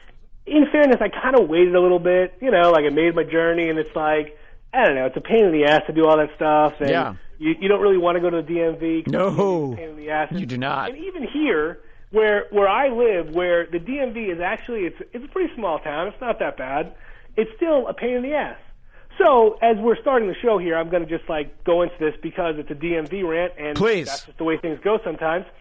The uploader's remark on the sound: back on the phone